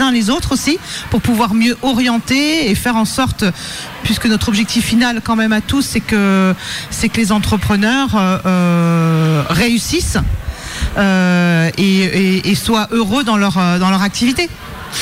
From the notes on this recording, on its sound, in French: Radio Activ’ était en direct le Jeudi 16 Novembre 2023 de la CCI des Côtes d’Armor pour couvrir l’évenement “LE QUAI DES RESEAUX”. À la CCI Côtes d’Armor à Saint-Brieuc.